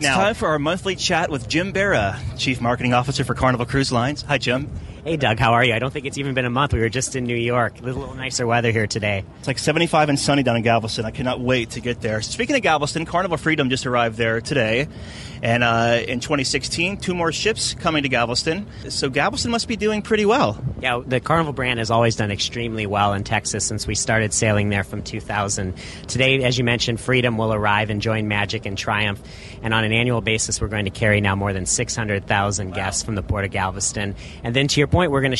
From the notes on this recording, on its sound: Carnival Freedom in Galveston - LIVE. We were broadcasting live from the lido deck (pardon the wind), overlooking 1000's of military men and women.